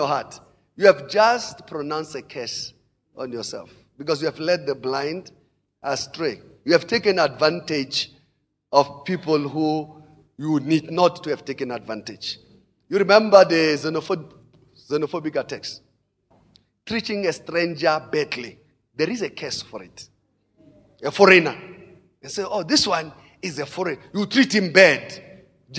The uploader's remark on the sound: Preached at Emmanuel Christian Church, Arcadia Campus, Second service on the 15 of October 2017.